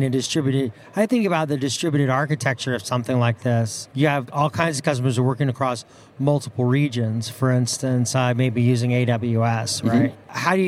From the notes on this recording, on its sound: in a conversation recorded at MongoDB World, held last week in New York